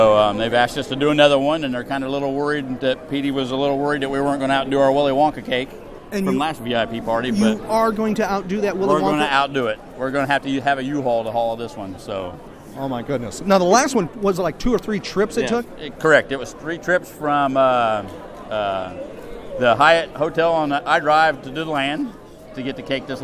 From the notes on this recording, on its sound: recorded at Fanboy Expo Lakeland.